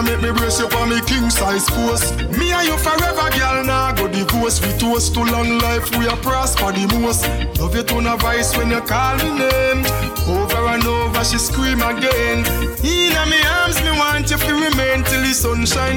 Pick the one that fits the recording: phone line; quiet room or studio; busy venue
busy venue